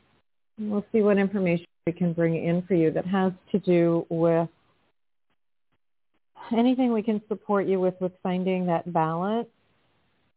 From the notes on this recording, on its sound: in response to callers' questions